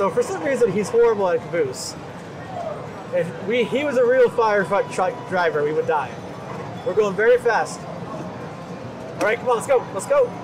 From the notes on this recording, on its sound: Live at CA Extreme. Live from CA Extreme in Santa Clara!